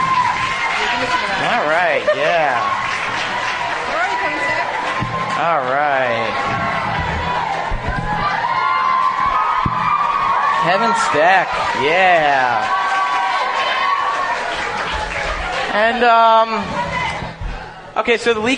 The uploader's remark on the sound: Our huge live show with PotterCast, recorded at Manhattan’s Union Square Barnes & Noble right after the premiere of Harry Potter and the Goblet of Fire . More than 500 fans came out to say hello; we all were downright terrified.